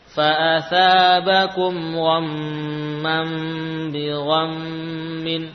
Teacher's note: mengganti nun dengan huruf mim, dengan suara mim yang mana mim ini memiliki makhraj asli yaitu bibir · Term: iqlab